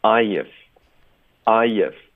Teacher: 这个 I 连读到 if 会有一个 y 的音添加进去